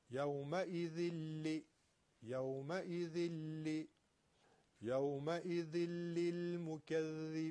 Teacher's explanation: ویل حالا یومئذ، یومئذ اینجا تنوین یومئذ به لام رسیده، باز هم لام جزء حروف یرملون ادغام، اما ادغام بدون غنه، یه تشدید خشک و رد میشه